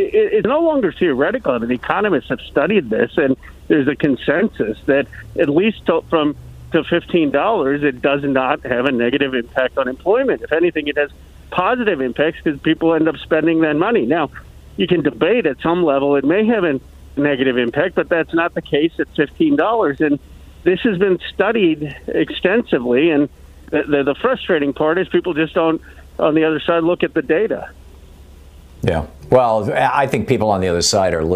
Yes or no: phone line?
yes